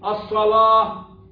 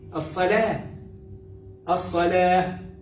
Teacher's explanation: ويبقى الصاد هي المفخمة وبقية الكلمة مرققة · Shown in: second take · Term: اللام مرققة